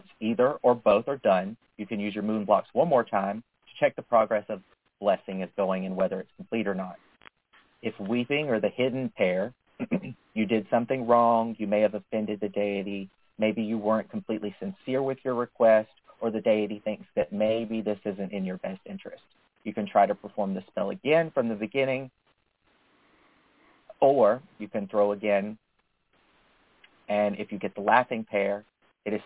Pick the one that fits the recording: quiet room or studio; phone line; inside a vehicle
phone line